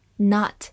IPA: nɑːt